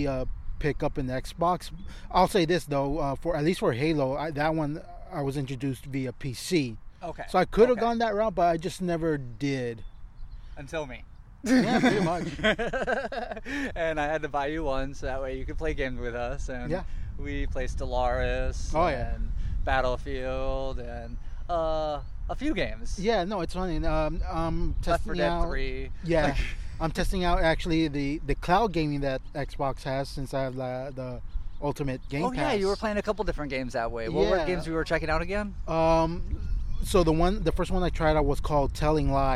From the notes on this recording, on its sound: met up to record a new episode at El Dorado Park